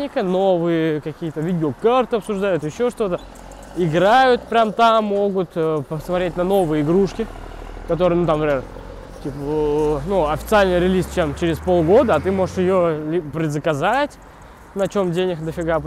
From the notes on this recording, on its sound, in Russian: который был записан пока я шёл от автобусной остановки до общежития